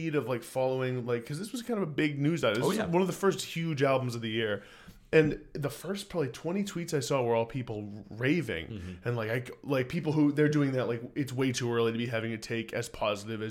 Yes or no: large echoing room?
no